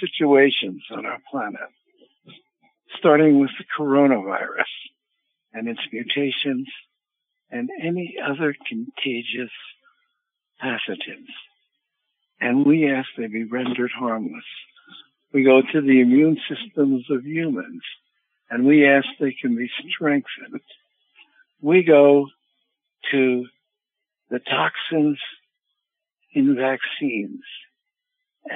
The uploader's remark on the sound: Conference Call LIVE, June 27, 2022